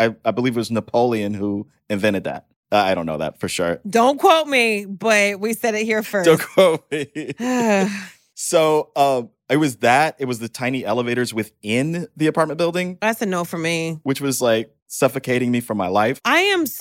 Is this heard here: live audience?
no